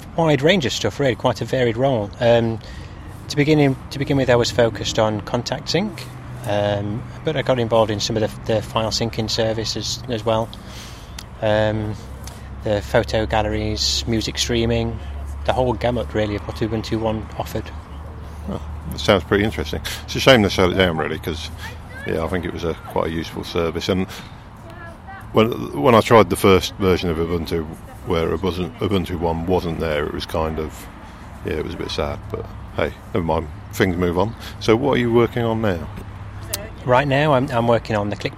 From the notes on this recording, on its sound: The interview was conducted at OggCamp 14 , a free culture unconference, held in Oxford UK on the weekend of October 4th-5th 2014.